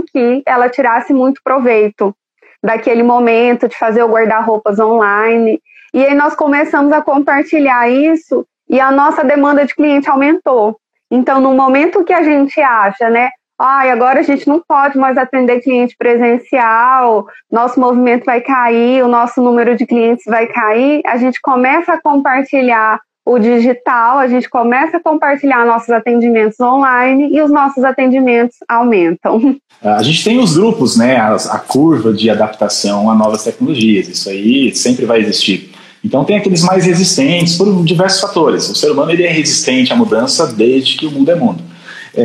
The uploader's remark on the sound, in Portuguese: A Live aconteceu no dia 02/06/2020 via Instagram